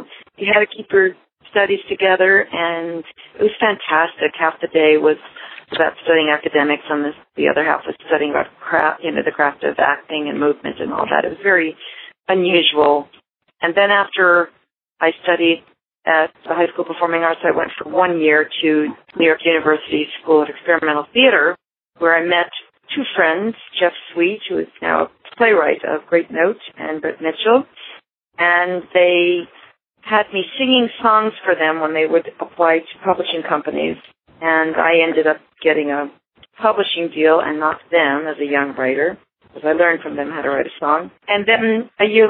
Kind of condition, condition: link, phone line